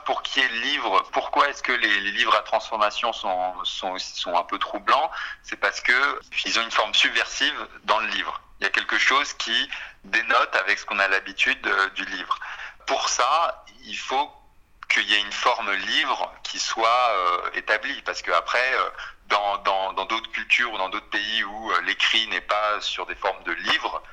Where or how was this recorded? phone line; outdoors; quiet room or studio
phone line